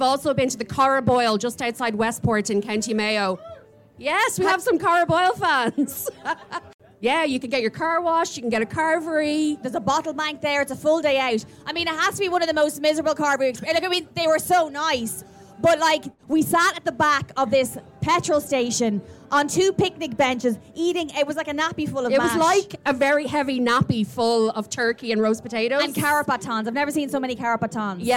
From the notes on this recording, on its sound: This week we have a special episode for you recorded at Beyond the Pale festival in Wicklow. It rained and it poured but it didn't dampen our spirits!